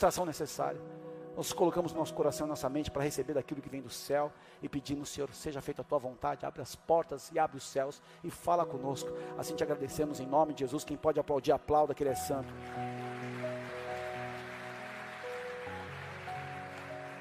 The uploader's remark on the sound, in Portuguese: Áudio extraído do culto do dia 28 de Maio de 2023.